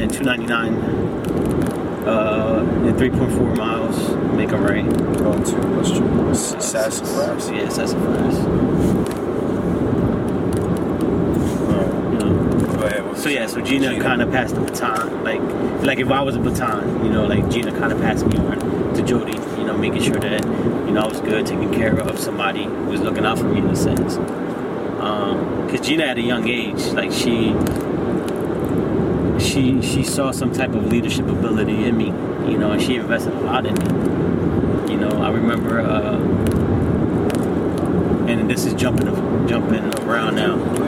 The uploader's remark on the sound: were on our way to a wedding in Delaware, and I decided to record our conversation with intention of using the footage and audio sometime in the future.